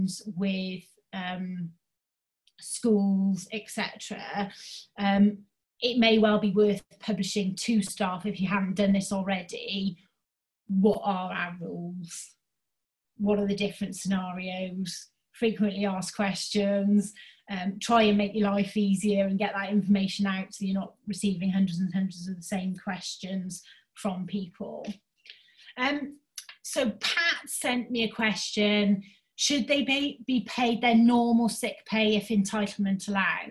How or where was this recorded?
video call